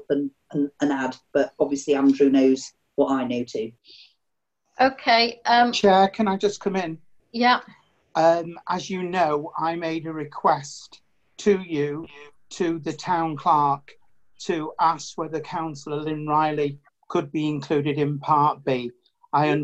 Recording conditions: video call